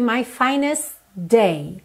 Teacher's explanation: Na hora que eu teria o T, na verdade eu já tenho o D do day.